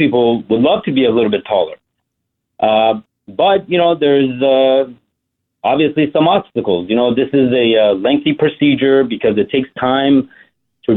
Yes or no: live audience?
no